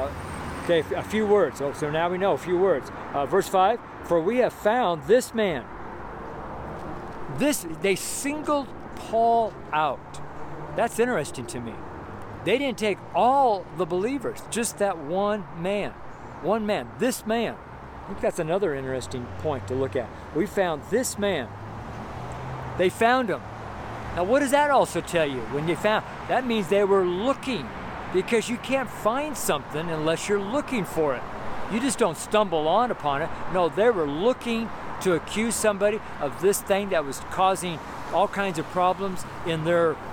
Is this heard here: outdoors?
yes